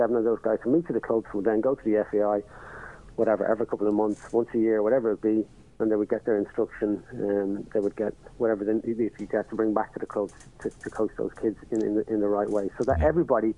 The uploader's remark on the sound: On the phone we had